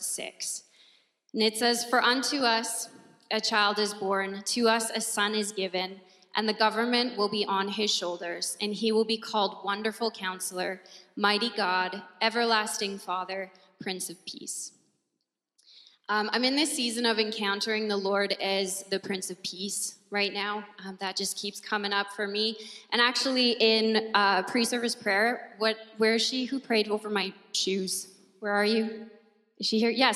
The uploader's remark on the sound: At our Edmonton Gathering in December 2022 at Gateway Alliance Church